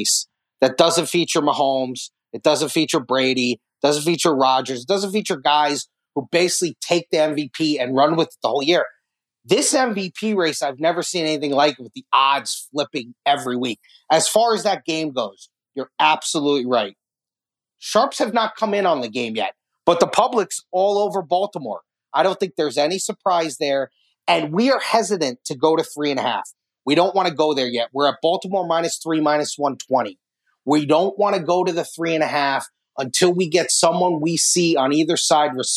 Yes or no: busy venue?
no